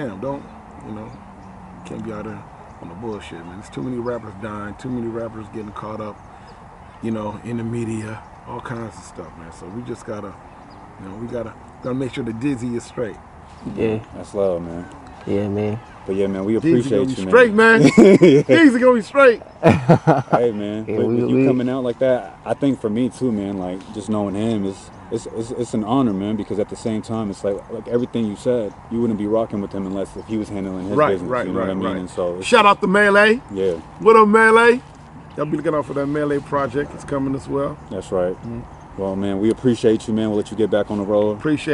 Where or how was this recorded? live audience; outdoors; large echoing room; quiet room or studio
outdoors